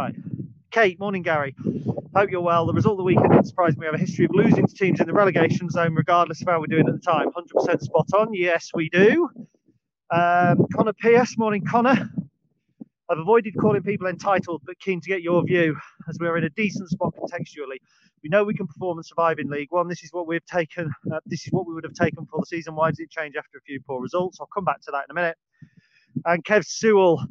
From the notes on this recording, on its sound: Recorded on the dog walk. This is filmed outside and on video, so the sound quality may differ from the usual podcast.